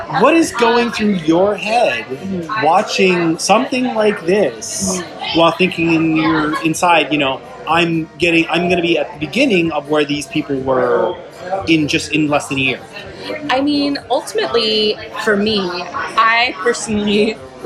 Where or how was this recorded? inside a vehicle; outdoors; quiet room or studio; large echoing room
outdoors